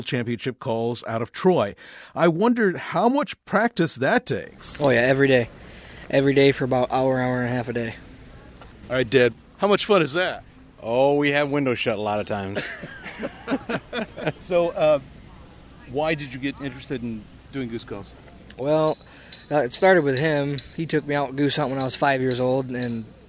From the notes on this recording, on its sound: You can hear a flock of geese calling, but there’s not a single goose. It’s a bunch of humans, warming up for the goose call contest at the 72nd annual Pointe Mouillee Waterfowl Festival.